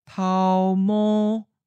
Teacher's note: And the first syllable, tao, is originally a rising tone, or a fifth tone. But it changes to seventh tone, a mid-flat. So you have tao mo.